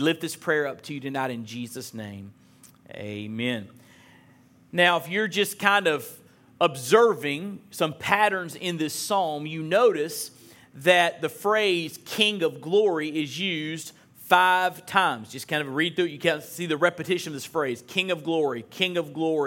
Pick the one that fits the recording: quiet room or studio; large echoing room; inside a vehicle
large echoing room